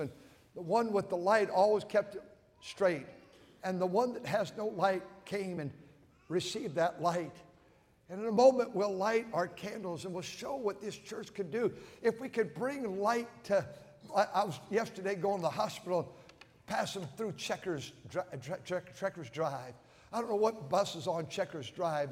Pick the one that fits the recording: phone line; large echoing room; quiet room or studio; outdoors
large echoing room